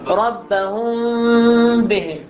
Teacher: فإذن يكون الإخفاء بمقدار كثير، تخفى الميم عند الباء · Term: إخفاء الميم بالباء